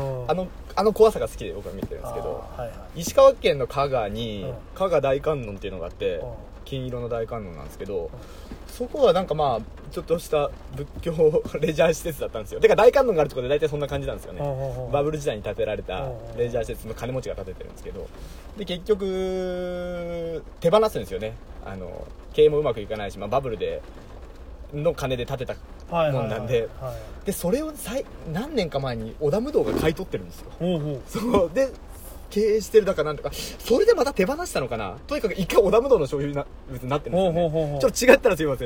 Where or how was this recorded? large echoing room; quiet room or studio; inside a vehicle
inside a vehicle